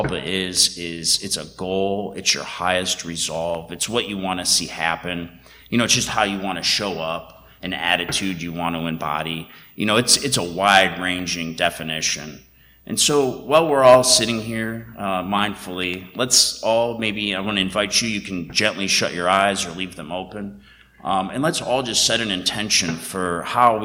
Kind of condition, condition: setting, large echoing room